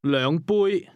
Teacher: The word cups is pronounced with a high level tone.